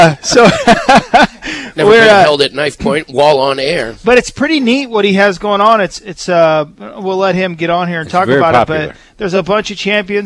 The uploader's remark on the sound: live from Pole Position Raceway in Grimes, Iowa